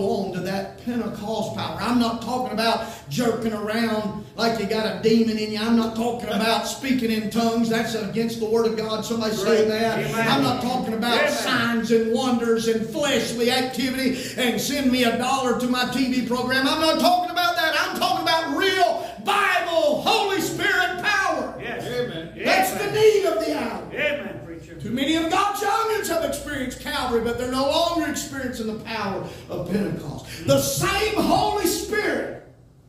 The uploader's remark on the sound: We recorded the whole service, including the hymns and special music